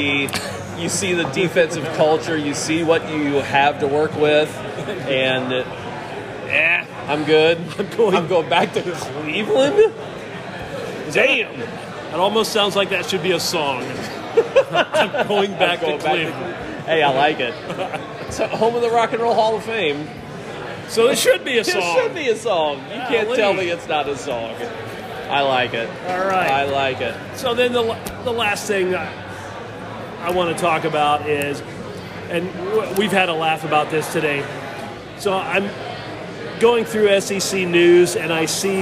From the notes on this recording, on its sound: On location from Traders Brewing.